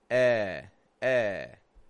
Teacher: We kind of have our tongue around the middle of our mouth. We're not lifting it up high, just an E sort of sound.